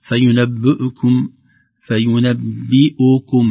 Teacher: فينبئكم نحقق كسرة الباء ثم نحقق ضمة الهمزة · Term: تخليص الحركات